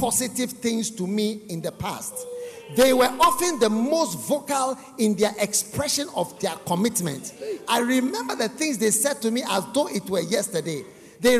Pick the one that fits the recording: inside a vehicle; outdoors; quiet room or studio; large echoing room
large echoing room